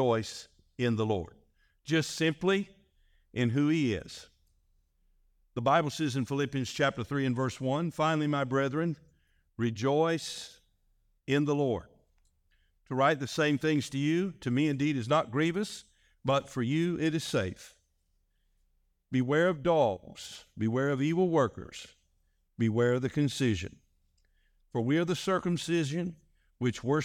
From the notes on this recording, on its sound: This message was delivered on February 18, 2024, during our evening service.